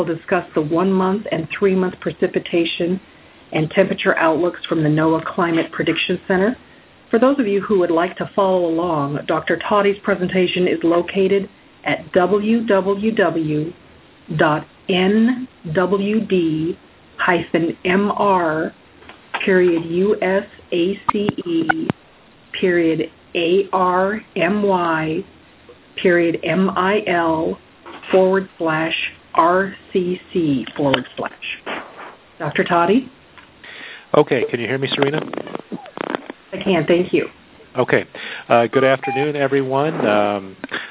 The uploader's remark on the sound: Army Corps of Engineers Missouri River Basin Water Management Division hosted conference call.